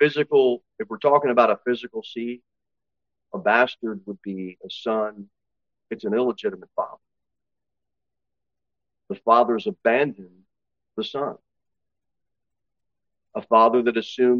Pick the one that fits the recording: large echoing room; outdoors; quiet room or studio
large echoing room